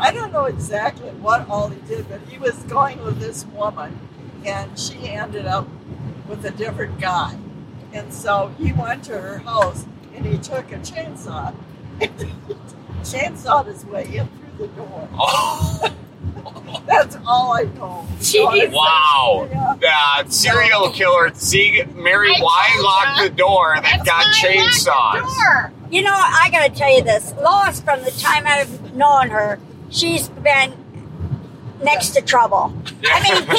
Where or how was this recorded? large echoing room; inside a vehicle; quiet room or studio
inside a vehicle